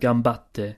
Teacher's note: It just means you have a little pause and you sort of enunciate the T sound, gambatte. Because it's a double T.